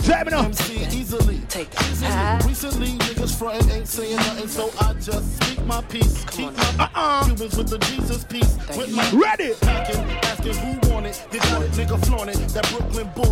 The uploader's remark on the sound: LIVE TAKING ON GREENWICH FARM KINGSTON 13 JAMAICA